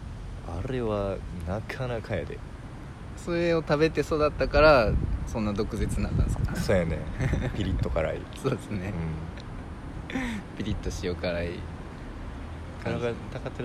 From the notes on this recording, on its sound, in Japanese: 武庫之荘にあるカリカエ公園の石のベンチで収録しました。